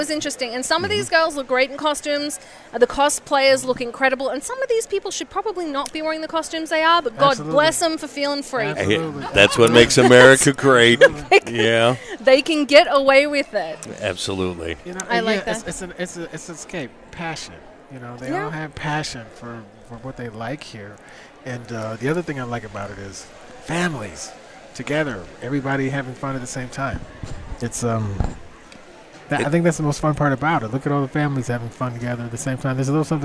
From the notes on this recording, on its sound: LIVE From Phoenix Comicon 2017